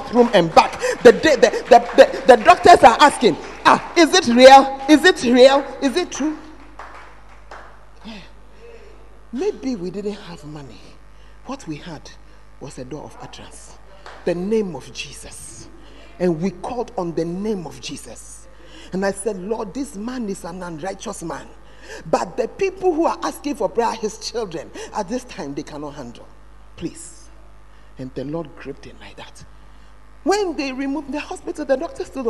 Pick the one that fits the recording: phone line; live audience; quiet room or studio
live audience